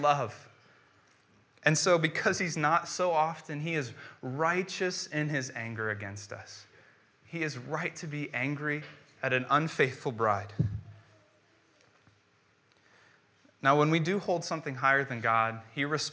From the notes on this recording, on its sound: preached on January 10th, 2015 at Veritas East